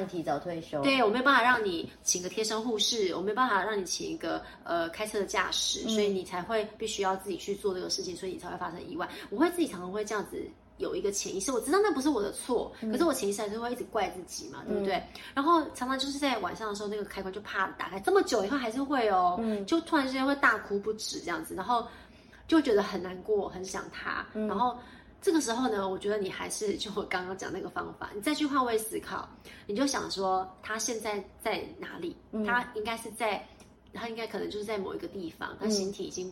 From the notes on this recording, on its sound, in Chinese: 本集不是在錄音室錄製，有點空間感